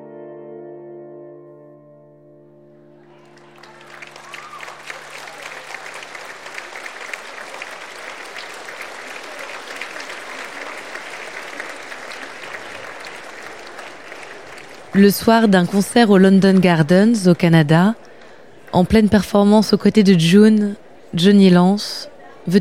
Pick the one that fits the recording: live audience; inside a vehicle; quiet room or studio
live audience